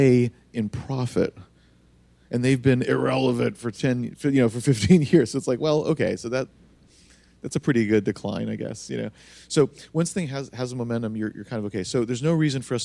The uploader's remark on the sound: Recorded for a live audience of Longhorn Startup students at The University of Texas.